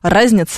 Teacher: слово «разница» в таком контексте будет ударяться именно на первый слог, на букву «А»